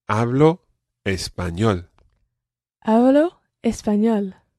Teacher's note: It's not a very plosive B like B. It's more Hablo español.